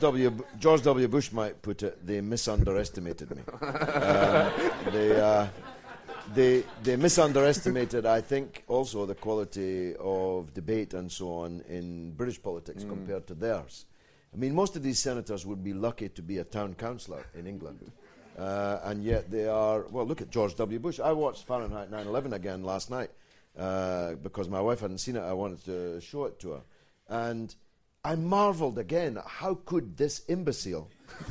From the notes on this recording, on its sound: Recorded live at the St James Theatre.